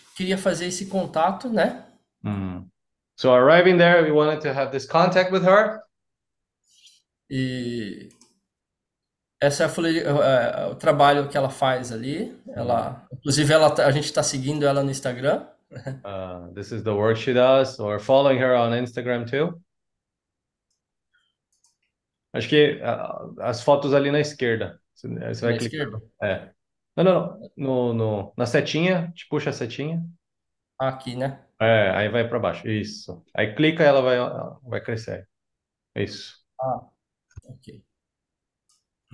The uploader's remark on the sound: zoom meeting